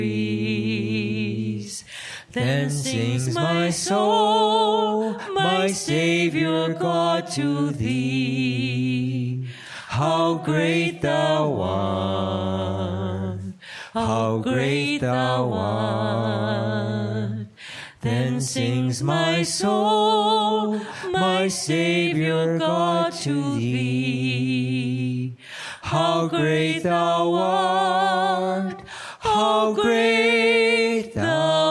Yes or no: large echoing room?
yes